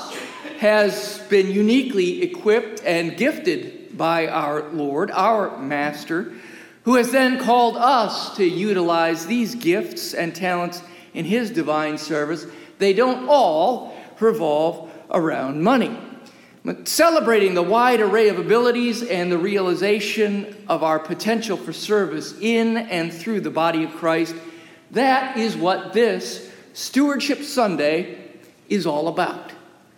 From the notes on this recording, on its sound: As recorded live during worship in the historic, 317-year-old sanctuary of (Old) Rehoboth, the "Birthplace of American Presbyterianism."